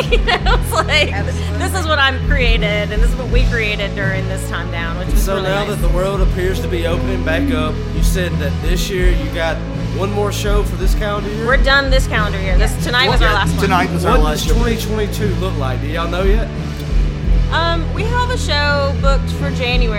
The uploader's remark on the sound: at Avondale Brewing in Birmingham, AL for Brewzapalooza music festival